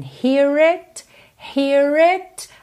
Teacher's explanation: Aqui enrola o R porque ele liga hear no it